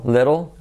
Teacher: little, con una L tan atrás, little, hace que la I sea casi como una E